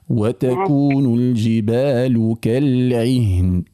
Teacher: الجبال مش ممدودة، ليش تمد فيها؟ لماذا تمد فيها؟